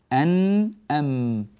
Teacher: انغلق المخرج بالكلي، فخرج الهواء وعاد ليخرج من الأنف · Term: الغنة